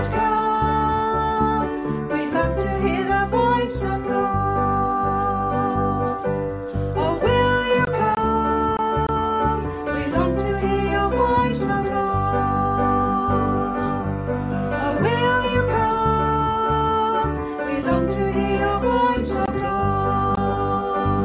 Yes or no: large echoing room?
yes